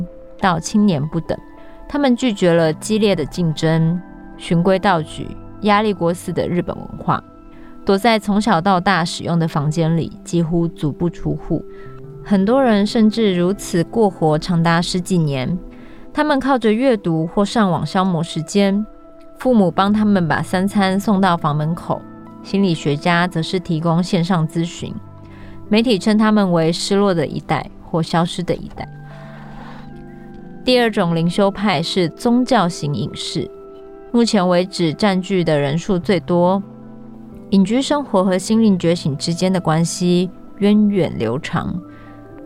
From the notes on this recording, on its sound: Short forest ambience, birds, distant river, Cat Tien National Park, Vietnam